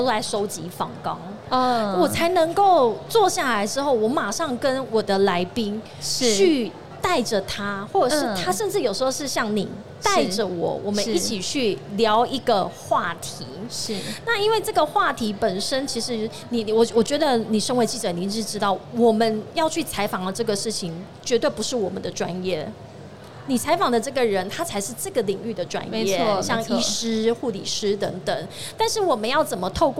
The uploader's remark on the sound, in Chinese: 2022 Medical Taiwan台灣國際醫療暨健康照護展 -Live Podcast